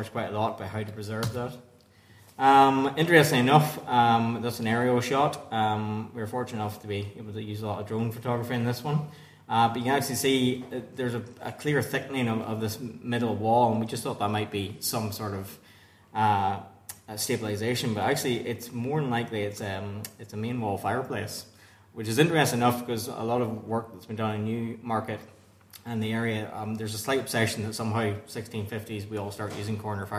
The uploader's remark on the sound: at the 2023 Tudor and Stuart Ireland Conference